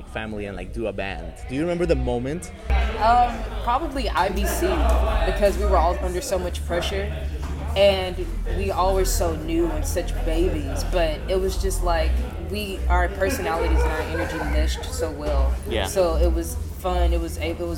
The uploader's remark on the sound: we come to you live from Memphis Tennessee, home of Memphofest Music Festival